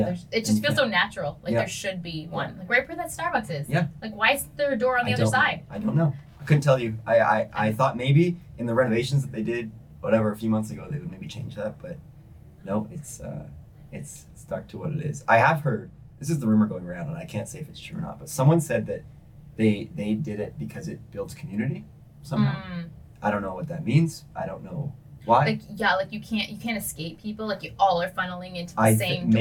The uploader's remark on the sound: Sorry for the poor audio quality, it will be fixed for next week's episode.